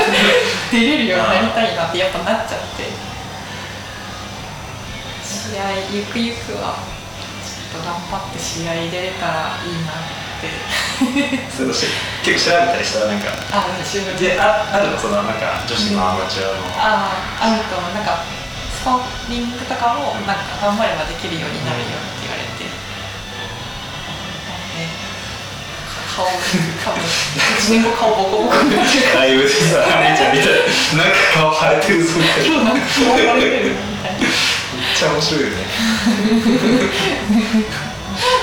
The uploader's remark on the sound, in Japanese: 今回カラオケボックスでの録音のため、音質的に聞き苦しい点が多々ございます。